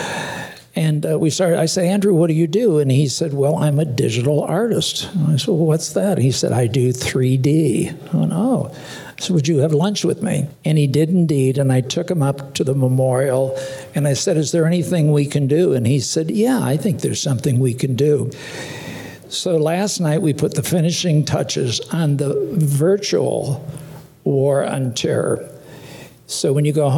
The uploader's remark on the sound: Listen to the stories and voices of local veterans recorded live October 2, 2016 at the Sha-nini George Foundation in Mercer, Pennsylvania.